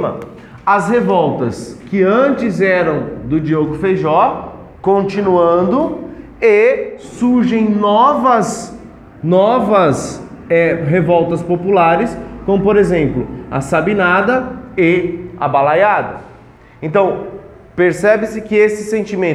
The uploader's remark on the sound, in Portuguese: Teste áudio sala de aula.